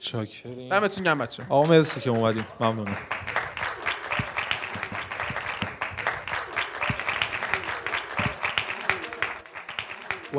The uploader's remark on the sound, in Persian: چهارمین اجرای زنده فوتبال لب رو میشنوید. به سوالات حاضرین سالن جواب دادیم.